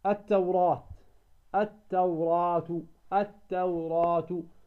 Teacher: مفتوحة، والألف ساكنة، إذن هو حرف مد. كم نمد الألف هنا إذا وصلنا؟ نمدها بمقدار حركتين